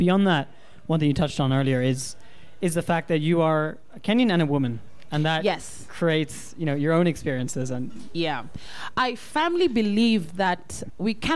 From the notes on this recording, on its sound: Comes from a live panel event held on March 10th in Nairobi.